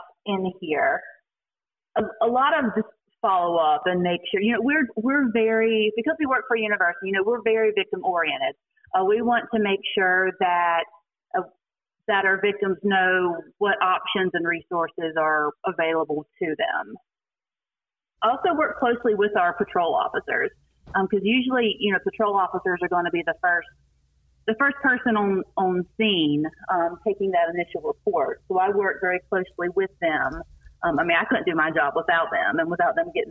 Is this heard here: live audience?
no